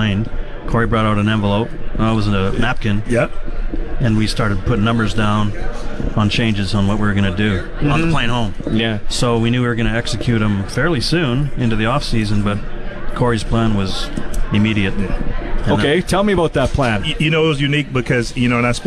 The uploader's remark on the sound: Today in the Cage LIVE at #Riders Plaza of Honour